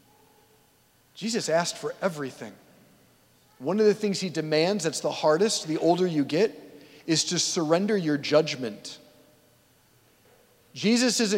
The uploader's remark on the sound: at St Basil the Great Catholic Church in Brecksville, OH